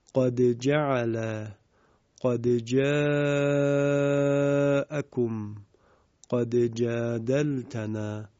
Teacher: اگر میخواستیم اینجا دال قد رو در حرف جیم ادغام نکنیم، یعنی به اظهار بخونیم، حتما باید دال ساکن رو با قلقله تلاوت میکردیم